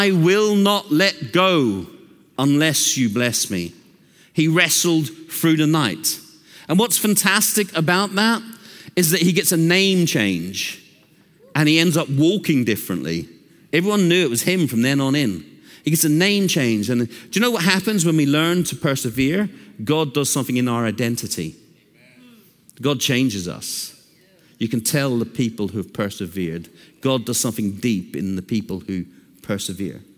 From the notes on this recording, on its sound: Recorded Live at Brookwood Church on 01.014.2024